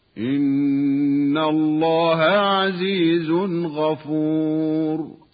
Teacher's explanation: والإظهار الحلقي للنون الساكنة أو التنوين قبل الخاء والغين